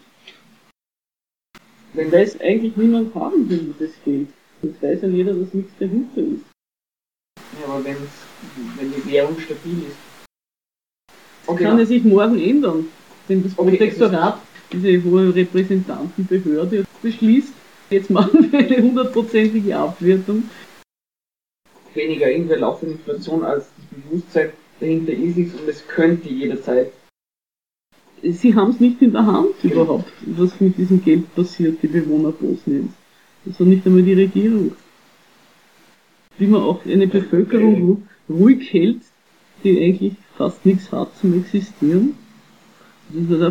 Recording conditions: poor sound quality